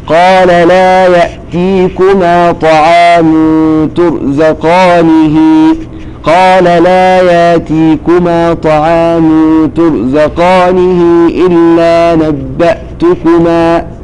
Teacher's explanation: كل هذه الهمزات التي قرأتها أنا قرأتها بالتحقيق